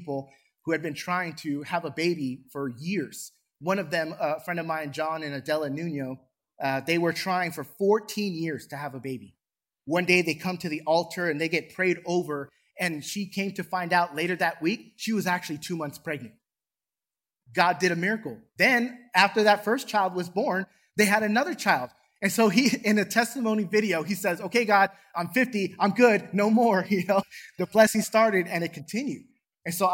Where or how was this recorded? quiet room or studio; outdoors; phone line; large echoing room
large echoing room